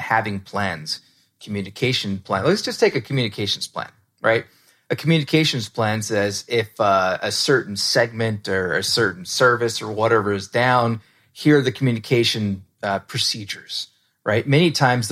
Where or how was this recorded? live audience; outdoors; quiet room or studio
quiet room or studio